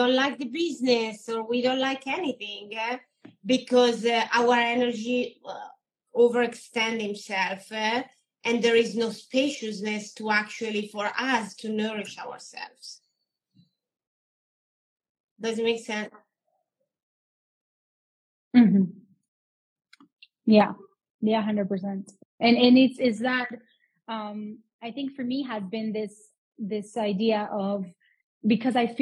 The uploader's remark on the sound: This week’s episode is from an incredible Instagram live